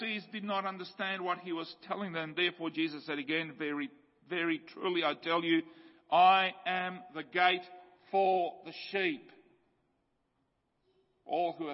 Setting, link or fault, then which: setting, large echoing room